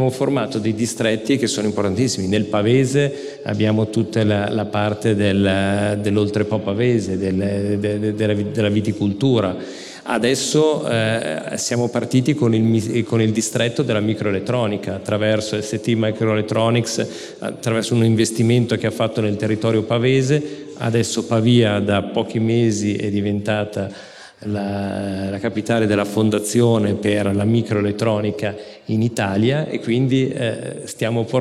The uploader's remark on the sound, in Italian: abbiamo registrato live il 25 Ottobre a BASE